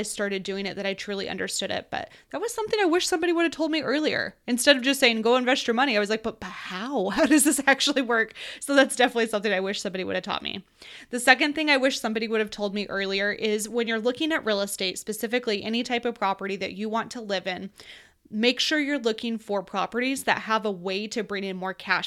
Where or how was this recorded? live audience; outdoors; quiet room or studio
quiet room or studio